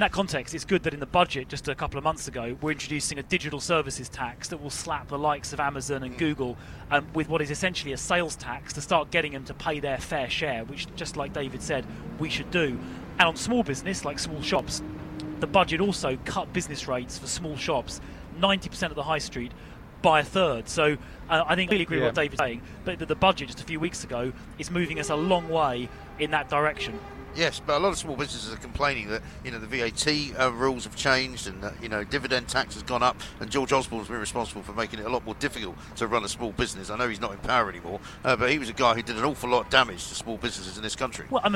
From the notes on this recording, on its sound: We're live from College Green